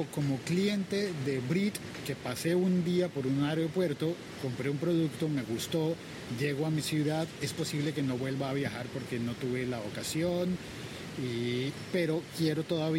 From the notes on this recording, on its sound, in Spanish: Un episodio podcast grabado en una playa mexicana, con una costaricense y un colombiano conversando.